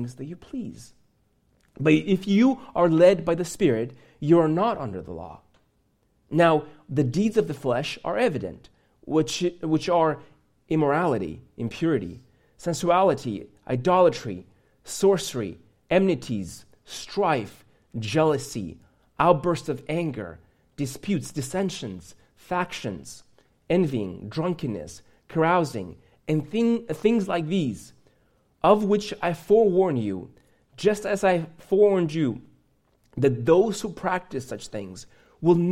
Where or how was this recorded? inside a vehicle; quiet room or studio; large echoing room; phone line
large echoing room